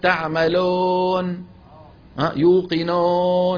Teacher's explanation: هذه واو مخلوطة بالألف، واو تعادلها في الإنجليزية والفرنسية الأو، الأو المدورة هذه، ما عندنا في العربية هذا الحرف.